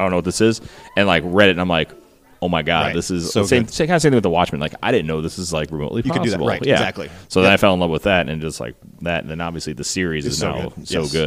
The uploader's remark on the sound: Live from Altered State Comics. It was great to be in store for these chats.